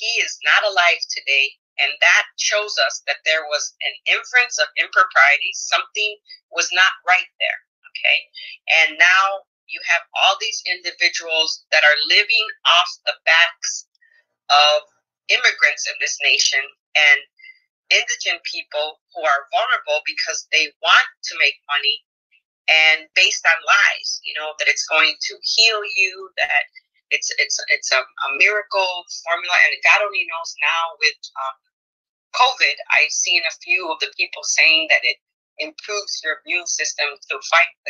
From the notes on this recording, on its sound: This interview is in fragmented format due to recording software malfunction. I apologize for the inconvenience as well as the technical problems within this recording.